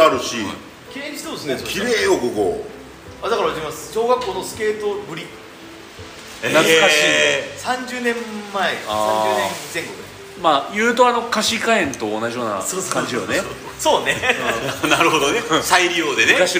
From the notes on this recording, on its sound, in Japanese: 今回は福岡県田川郡添田町英彦山の英彦山ガーデンキャンプに金曜日の焚火会3人と。英彦山ガーデンキャンプは、その昔アイススケート場でしたが、その後しばらく花園として営業されてあった跡地を現オーナーが開拓し、2021年にリニューアルして出来た全6区画のオートキャンプ場です。